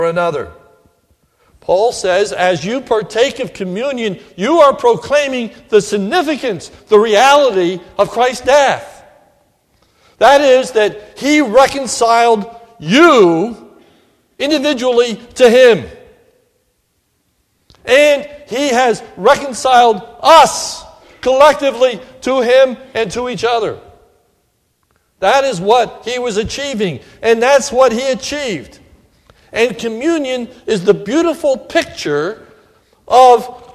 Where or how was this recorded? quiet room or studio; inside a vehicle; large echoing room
large echoing room